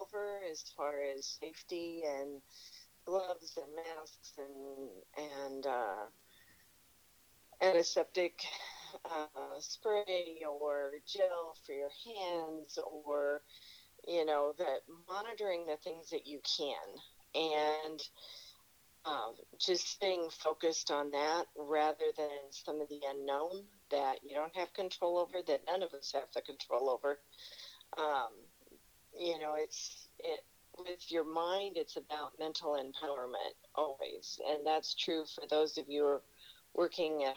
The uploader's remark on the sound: Talk over the phone due to the coronavirus pandemic.